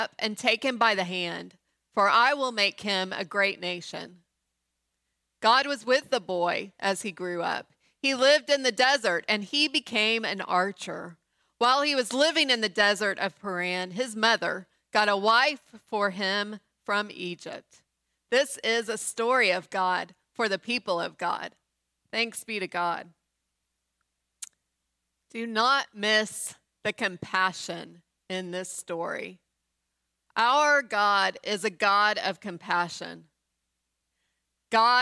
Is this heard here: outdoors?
no